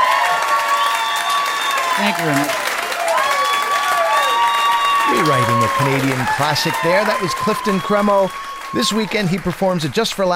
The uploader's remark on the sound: Recorded live at Punch Lines Comedy Club in Saint John, New Brunswick.